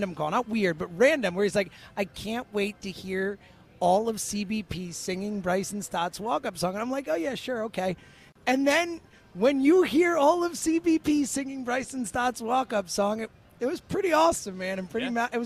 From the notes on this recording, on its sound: live from Parx Casino